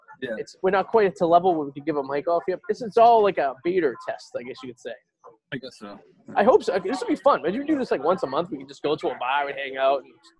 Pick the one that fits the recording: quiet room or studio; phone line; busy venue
busy venue